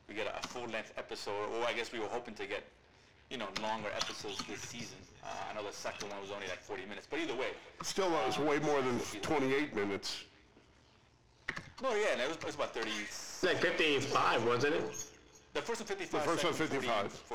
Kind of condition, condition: fault, poor sound quality